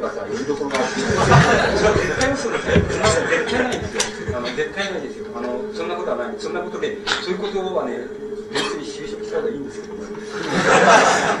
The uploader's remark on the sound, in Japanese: 主催：詩誌「無限」事業部 場所：明治神宮外苑絵画館文化教室。録音者の手元でのノイズが入る。